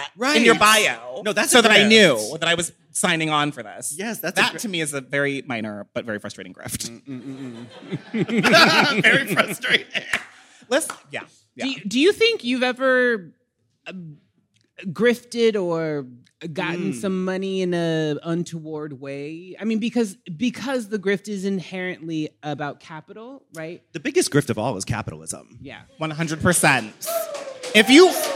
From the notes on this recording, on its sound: LIVE at Domino Sound Fest! At Domino Sound Fest to record a very special Pride episode.